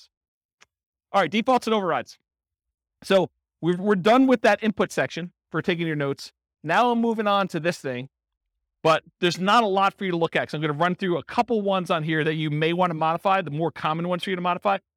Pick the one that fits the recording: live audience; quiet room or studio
live audience